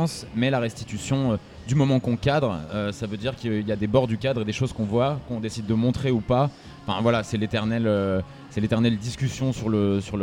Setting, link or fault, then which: setting, busy venue